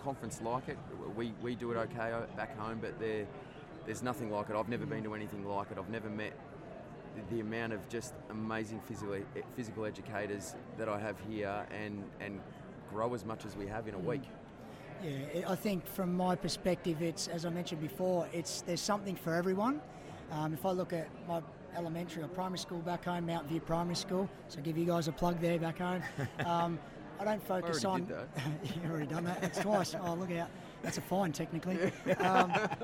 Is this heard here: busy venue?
yes